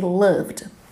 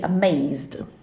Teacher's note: when we have verbs like, for example, love with final V sound, we pronounce the D. · Term: voiced sound